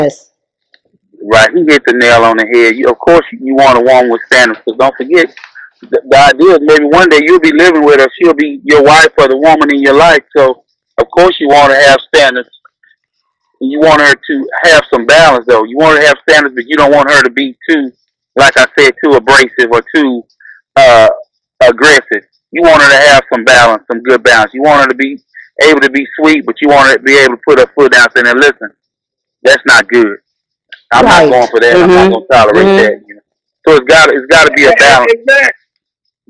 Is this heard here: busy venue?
no